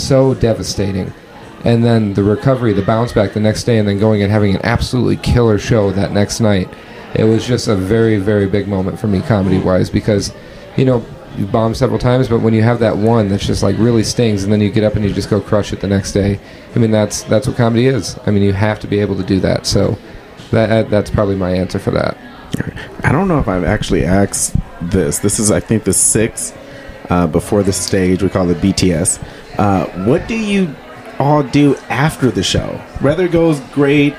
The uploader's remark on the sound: Comedians/ performers talk right BEFORE taking the stage to perform. This episode was recorded Aug 25, 2023 | 30 minutes before a show at Mason City Brewing (Mason City, IA).